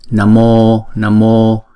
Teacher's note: Chữ O là diphthong, chúng ta đọc hai nhịp.